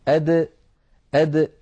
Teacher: الصفات ننتقل إلى حرف ثان من حروف الهجاء وهو حرف الدال الدال يا إخوتي تخرج من طرف اللسان مع ما يحاذيه من الحنك الأعلى أد أد هذا الحرف عندما تنطقه العرب فإنهم يحبسون النفس أد